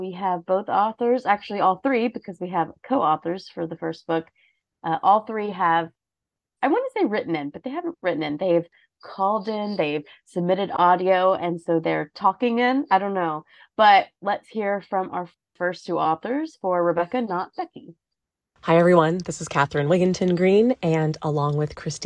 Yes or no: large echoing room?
no